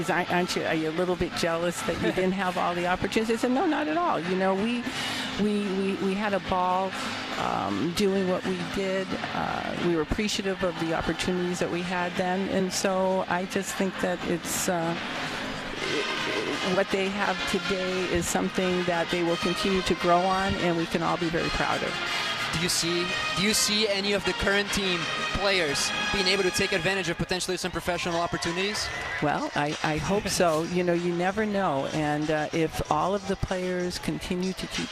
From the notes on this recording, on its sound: During halftime of the UMass Minutewomen vs Davidson Wildcats basketball game on Sun Feb 19, 2023 from the Mullins Center. Joined live on the Official Radio Network of UMass Women's Basketball.